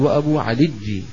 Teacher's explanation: إبدال الياء جيم مشددة